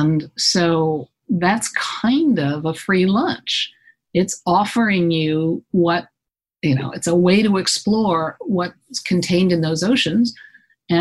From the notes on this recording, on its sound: Via Skype. Part of bluedot's A Weekend In Outer Space, July 2020.